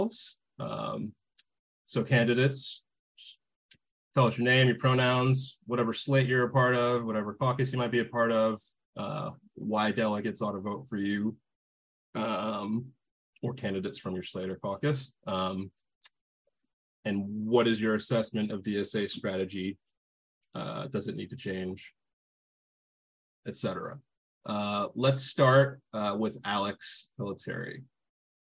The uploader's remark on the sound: An Online Panel Discussion